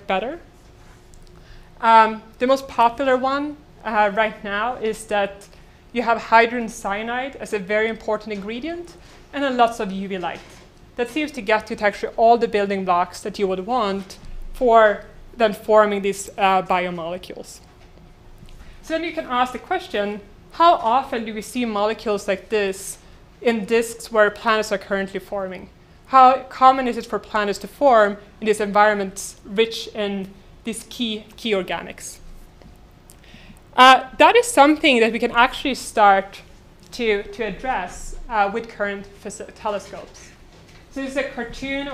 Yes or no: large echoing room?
yes